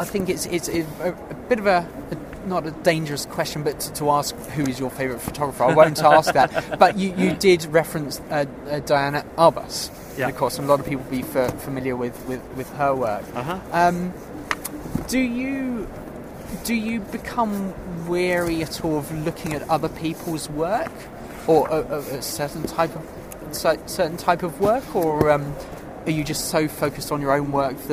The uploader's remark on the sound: a couple of conversations recorded earlier in the year at the Photography Show